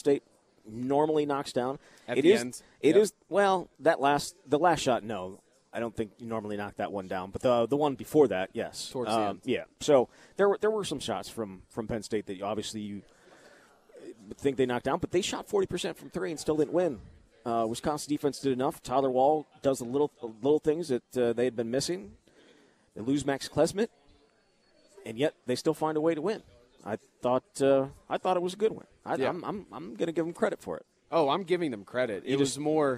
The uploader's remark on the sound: live at Monk's in Sun Prairie